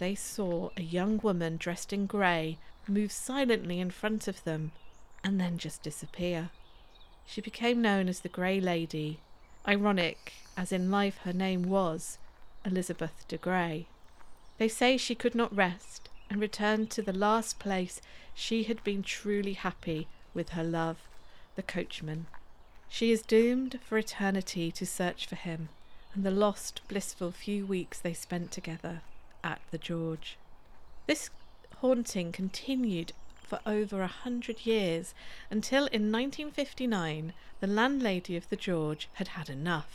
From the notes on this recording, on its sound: In this bonus, mini episode, partly recorded on a dawn walk around Wrest Park. Birdsong will accompany you.